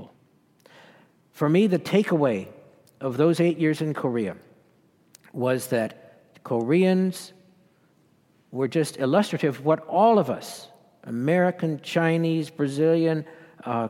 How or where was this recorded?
live audience